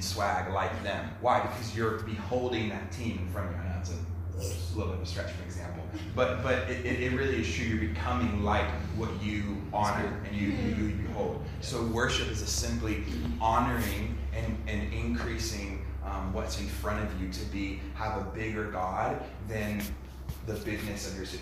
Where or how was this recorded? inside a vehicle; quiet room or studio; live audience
live audience